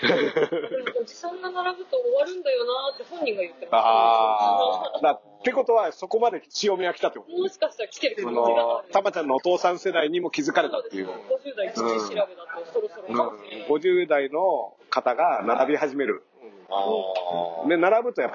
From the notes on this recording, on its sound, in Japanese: 砂場がファミレスだったため、音声が聴こえづらい！